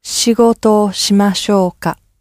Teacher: And where you get a word such as shigoto, where it ends in an o sound, then the o that is the marker slides into it, so it can just sound like one smooth sound